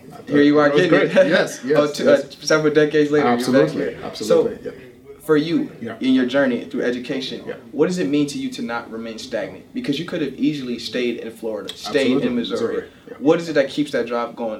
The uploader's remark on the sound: In this special episode from the African American Cultural Celebration. Interview performers and participants at the festival.